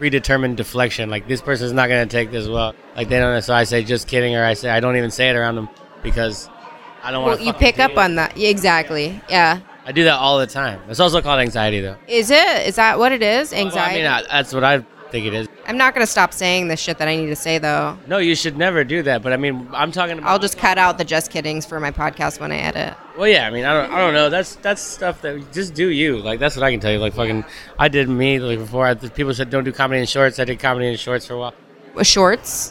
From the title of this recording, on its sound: Backstage: Mad House Comedy Club